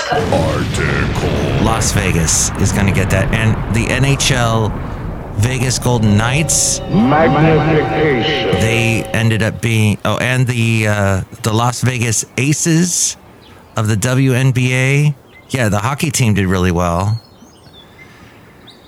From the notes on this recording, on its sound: podcasts live from Café Anyway